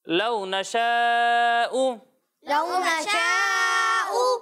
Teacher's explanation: یہاں مد متصل ہے، اسے دو یا پھر ڈھائی الف کے برابر کھینچنا ہے